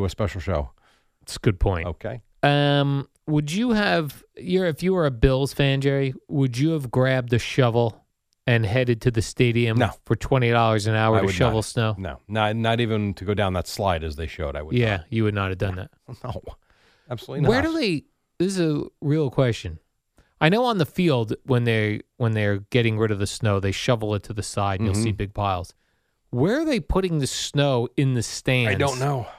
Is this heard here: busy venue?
no